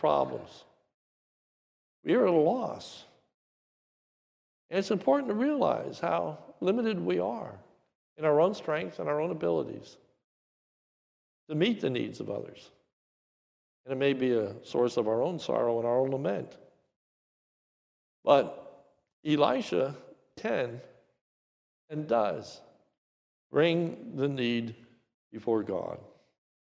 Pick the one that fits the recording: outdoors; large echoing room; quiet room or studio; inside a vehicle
large echoing room